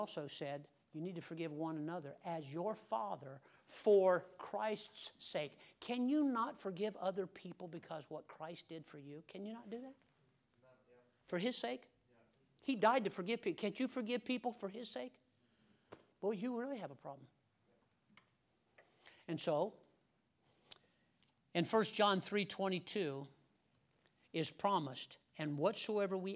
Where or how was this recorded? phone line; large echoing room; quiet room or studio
large echoing room